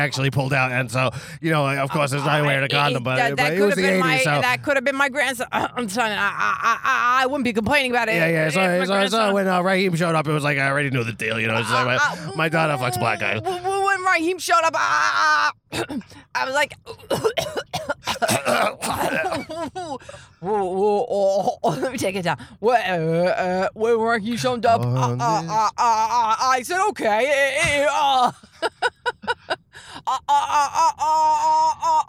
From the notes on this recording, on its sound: I went up to New England. Since she didn’t want to sit down and do a podcast indoors, we did one while driving around in cars.